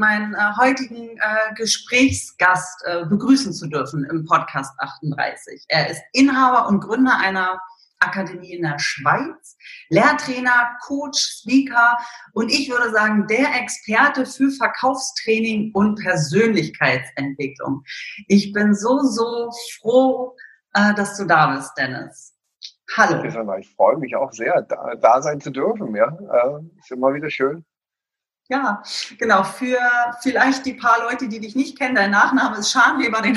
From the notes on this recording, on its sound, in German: In dem Interview, was wir aufgrund der aktuellen Situation über zoom gemacht haben